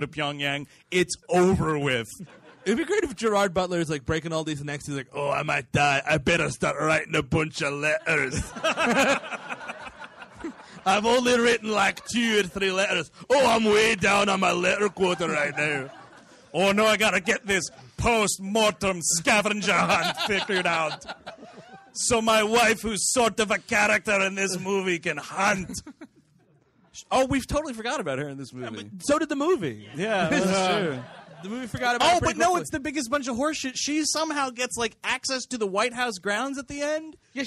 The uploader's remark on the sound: Live in D.C.